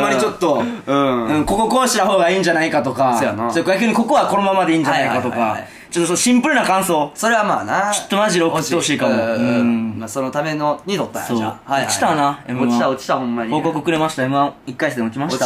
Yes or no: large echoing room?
no